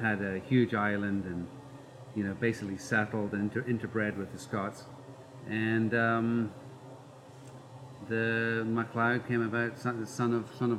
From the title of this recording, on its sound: Live! From MacLeod Ale Brewing Co.